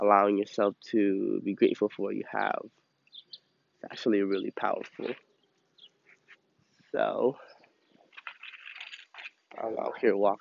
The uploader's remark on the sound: Quick little recording of a thought I had reflected upon while walking my dogs.